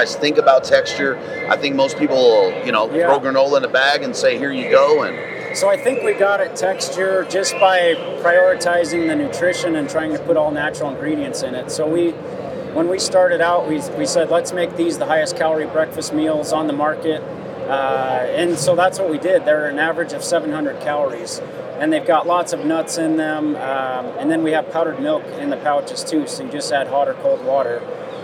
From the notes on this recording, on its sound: Hunt Expo Live From the Initial Ascent Mountain Dude Table. Lives from the Western Hunting and Conservation Expo in Salt Lake continues from the Initial Ascent booth!